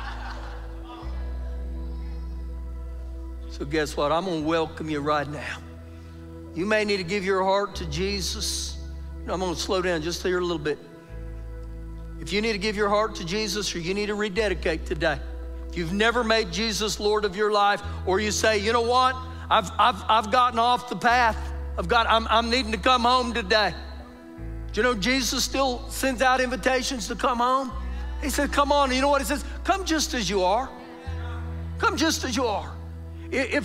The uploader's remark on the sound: Recorded live during our Sunday morning service